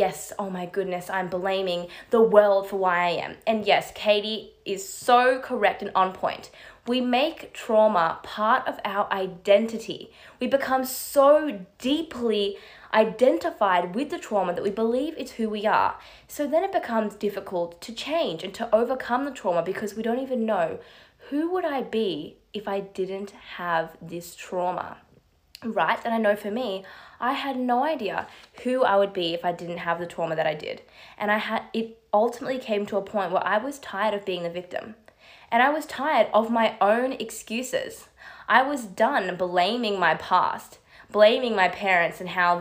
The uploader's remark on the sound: This audio is from my live on Instagram